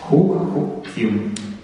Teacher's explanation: Под ударением У удлиняется, причем удлиняется в О долгое. Это влияние ударения.